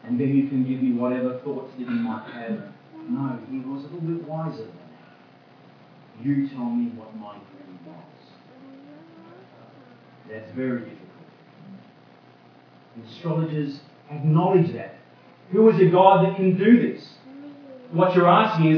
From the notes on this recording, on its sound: Audio sermon recorded live from King's Way Christian Fellowship Church Camp 2017.